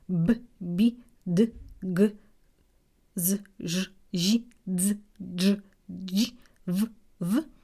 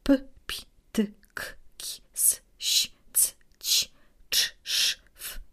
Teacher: Nawet jak wymawiam, to słychać takie charakterystyczne jakby szeptanie, świszczenie, ponieważ moje więzadła wtedy nie drgają, to powietrze przepływa swobodnie · Shown in: second take · Term: bezdźwięczne